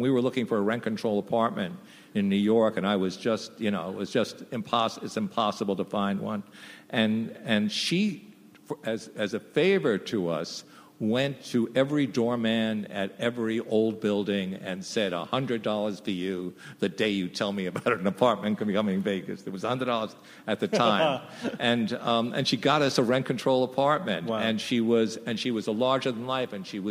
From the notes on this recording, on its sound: Recorded June 6, 2015 at ATX. From ATX Television Festival.